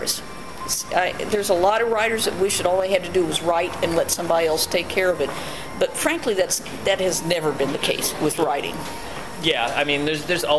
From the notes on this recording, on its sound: Necronomicon 2012 was winding down. You can hear some background sounds from people in the hotel lobby coming and going, but we persevered.